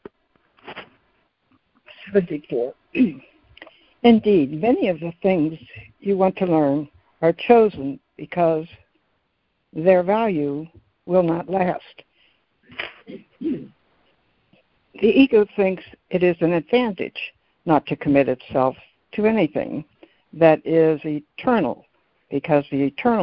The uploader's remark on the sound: ACIM Daily Conference Call.